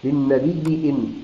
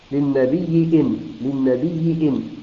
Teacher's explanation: فهو يبدل الهمزة إلى ياء فيدغم الياء في الياء